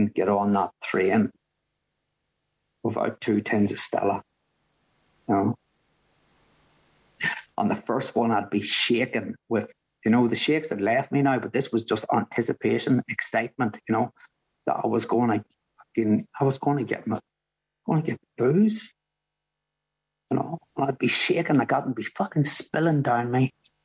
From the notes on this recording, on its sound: a meeting from the Magical Mystery Tour zoom group held at the beginning of January of 2023